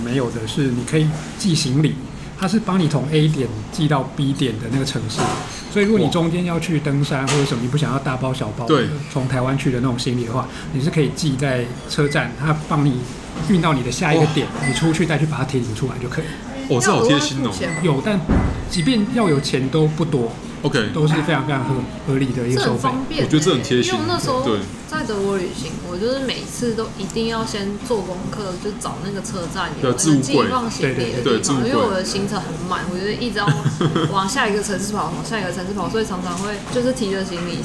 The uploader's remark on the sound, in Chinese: 本集白噪音指數：微風級 2/5。錄音地點： 點亮咖啡。